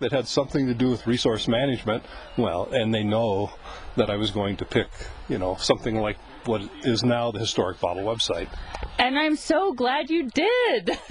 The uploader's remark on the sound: recorded in the field